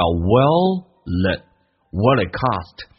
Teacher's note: 同时 l 这个发音呢，在连音的时候是发两遍